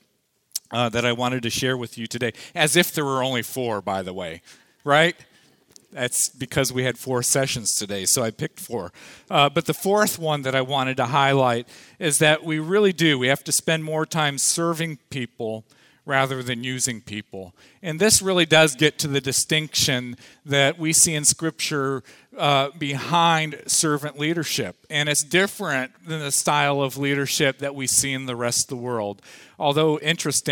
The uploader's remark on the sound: Audio from the afternoon session of the 2014 Lead Well conference held at Parkview Community Church